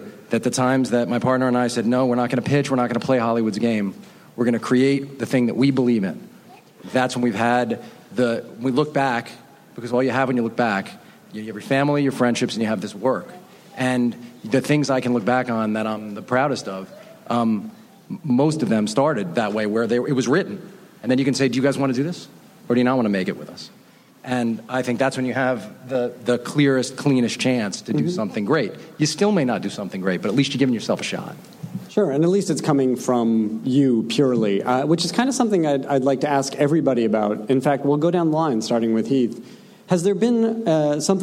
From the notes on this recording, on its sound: New York Comic Con. Recorded October 8, 2015 at NY Comic Con.